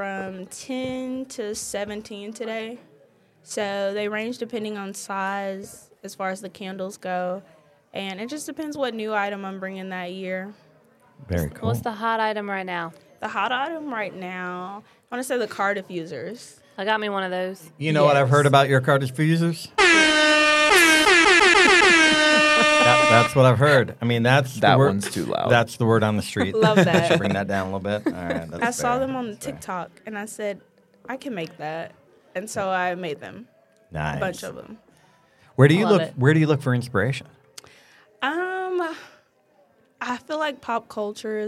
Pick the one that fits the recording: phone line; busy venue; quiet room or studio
busy venue